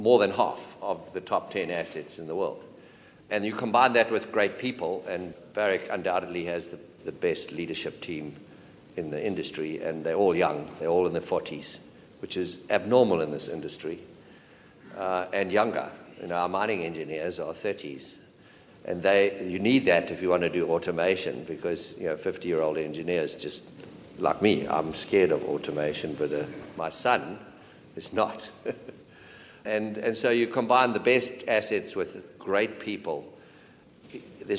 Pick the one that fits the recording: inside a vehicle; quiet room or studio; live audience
live audience